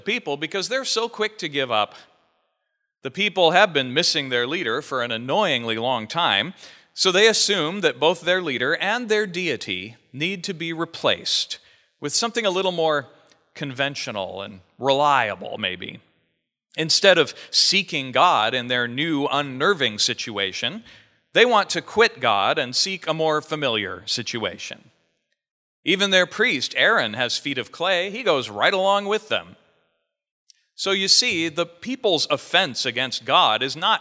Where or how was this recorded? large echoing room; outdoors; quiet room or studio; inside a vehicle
large echoing room